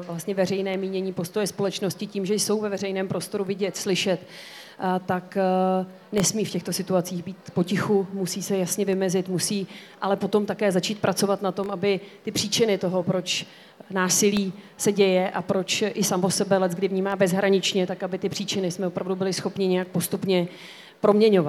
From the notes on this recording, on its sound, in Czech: na knižním festivalu v Ostravě